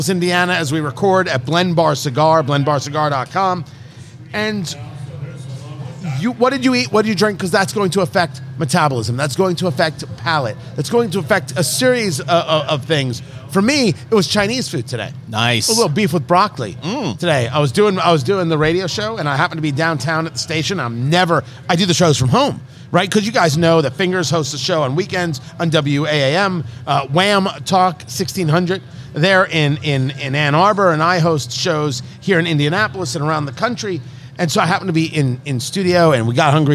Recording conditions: busy venue